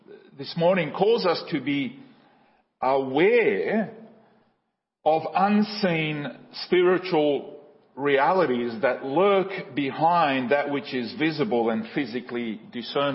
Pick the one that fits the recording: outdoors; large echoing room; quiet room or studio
large echoing room